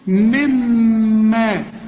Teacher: الغي النون من النطق، شوف ادغمها في الميم